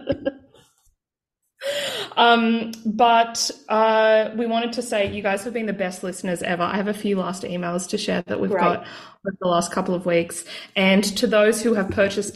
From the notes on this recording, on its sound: which sounds like it was recorded underwater, but it was just via zoom